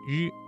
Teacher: 舌尖卷起接近硬腭前部，但不完全阻塞气流，形成轻微的颤音 · Term: 翘舌音